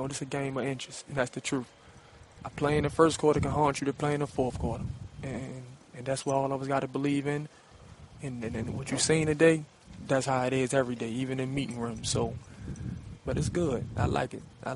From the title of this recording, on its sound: Live From Rams Camp